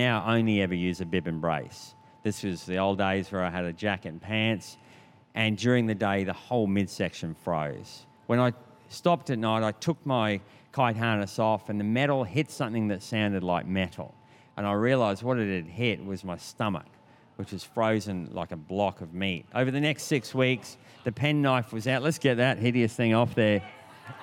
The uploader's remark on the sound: This was recorded in our 5pm service on Sunday, the 20th of November 2022